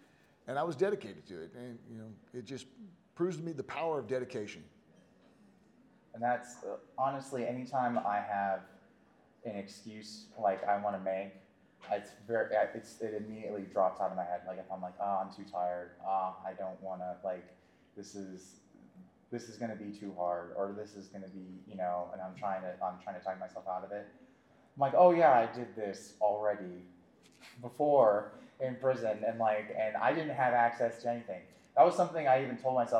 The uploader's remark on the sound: Fan Expo Panel. Make their first in-person appearance together at Fan Expo Denver as they host a panel. Plus, the audience asks some great questions!